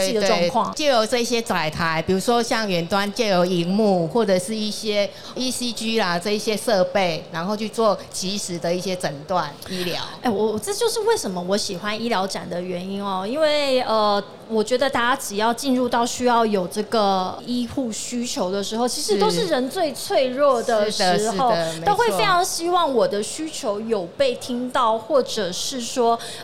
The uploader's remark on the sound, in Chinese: 2022 Medical Taiwan台灣國際醫療暨健康照護展 -Live Podcast